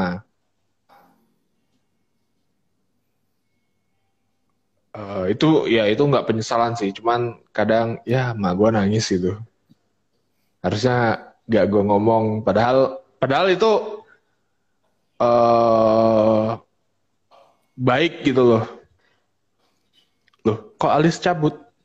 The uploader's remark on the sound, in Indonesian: Sebuah percakapan antara 3 insan manusia yang di lakukan secara Live di Intagram.